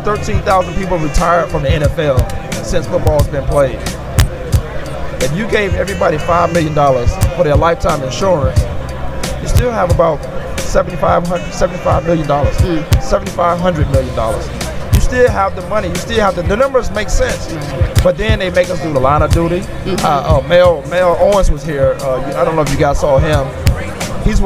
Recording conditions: busy venue